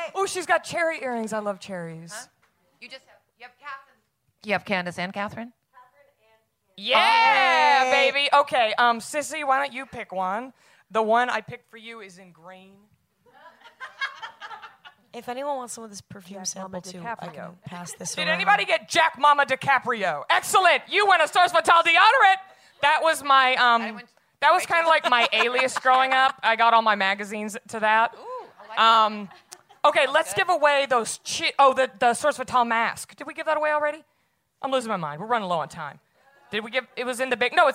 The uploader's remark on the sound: LIVE at SXSW. Live on the SXSW 2018 Podcast stage.